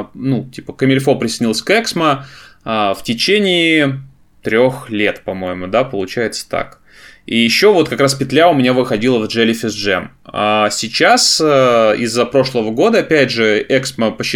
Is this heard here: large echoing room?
no